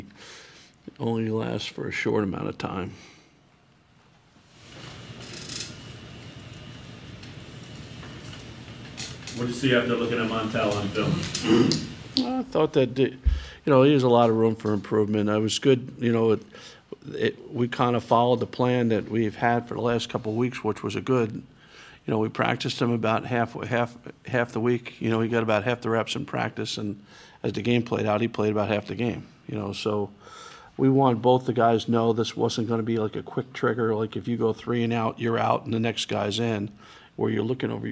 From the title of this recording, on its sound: Press Conferences & Post-Game Interviews